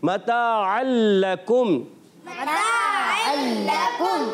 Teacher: یہاں ادغام بلا غنہ ہوگا، بغیر غنے کے ادغام کریں گے